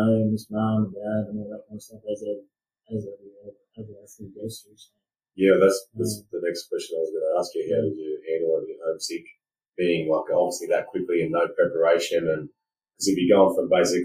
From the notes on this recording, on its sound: We've struggled with audio on this one. We have found its better with headphones on.